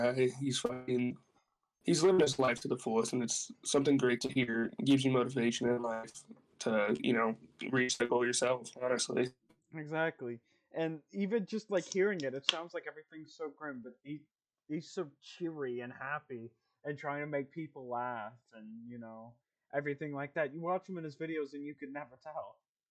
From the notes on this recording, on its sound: Sorry about the technical difficulties.